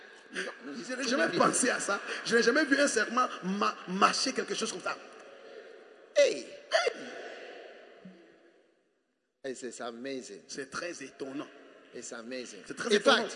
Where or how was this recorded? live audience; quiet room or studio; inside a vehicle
live audience